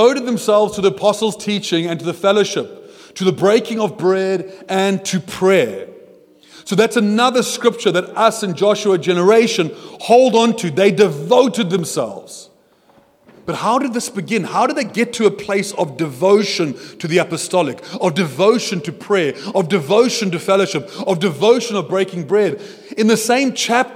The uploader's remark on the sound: at Joshua Generation Church Milnerton congregation